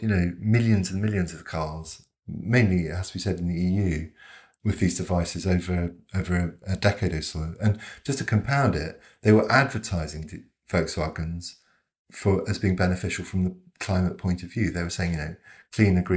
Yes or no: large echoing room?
no